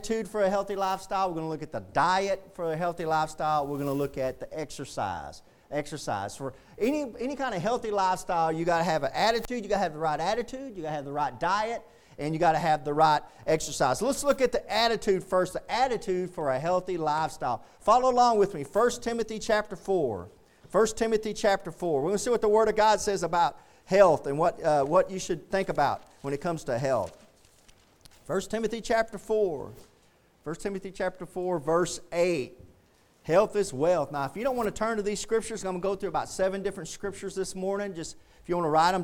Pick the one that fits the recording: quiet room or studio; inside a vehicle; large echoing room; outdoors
large echoing room